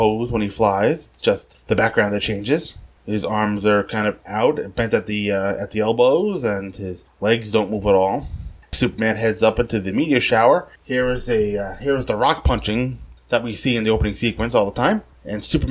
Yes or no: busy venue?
no